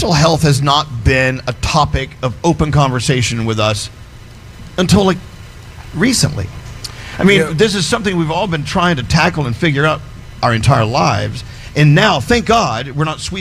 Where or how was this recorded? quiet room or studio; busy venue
busy venue